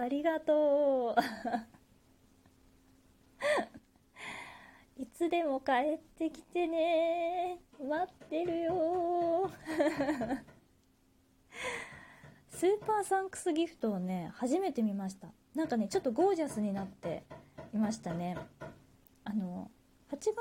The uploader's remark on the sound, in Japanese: 自宅でスマホによる収録のため様々な騒音が収録されています、ご了承ください